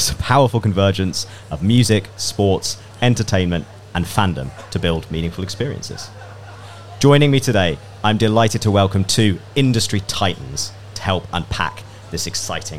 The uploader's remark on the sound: Cannes Lions 2022 Special. Headed to La Croisette. Recorded to a live audience at the beautiful and sustainable #HavasCafe.